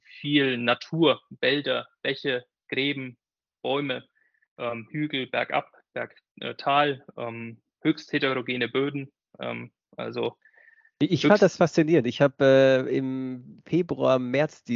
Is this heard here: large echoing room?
no